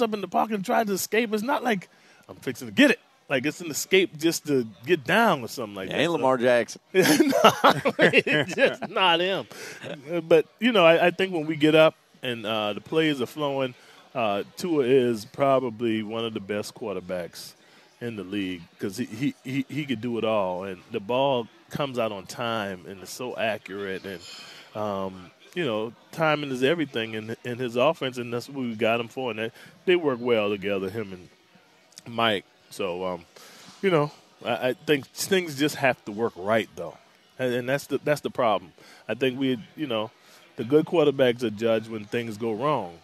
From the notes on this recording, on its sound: joins the show live at Twin Peaks